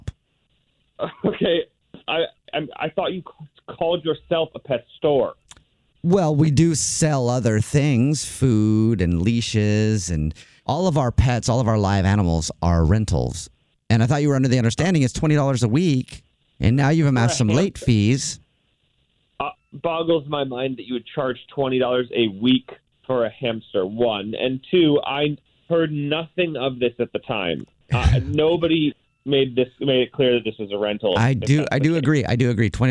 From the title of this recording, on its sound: Phone Prank